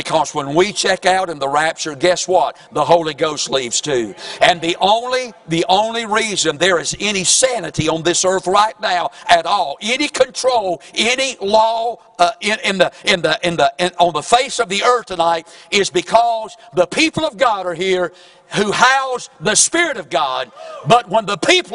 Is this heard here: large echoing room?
yes